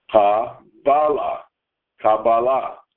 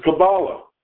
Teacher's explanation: in Hebrew, the accent is on the second syllable · Shown in: first take